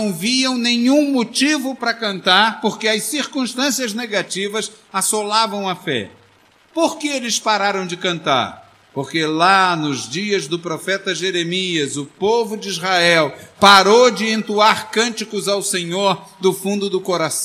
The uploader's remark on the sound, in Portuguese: Essa pregação foi gravada no culto de 09-11-2008 na Igreja Evangélica Congregacional do Lins.